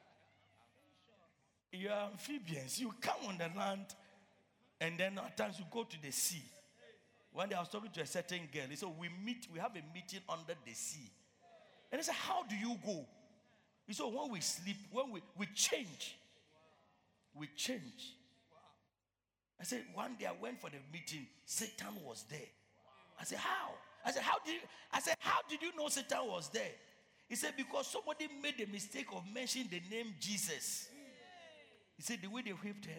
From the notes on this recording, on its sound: Preached at Loyalty House, Abbey, Dahwenya